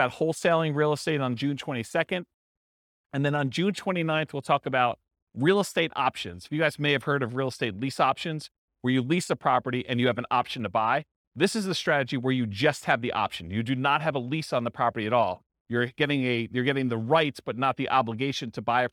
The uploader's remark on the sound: This was a live class recorded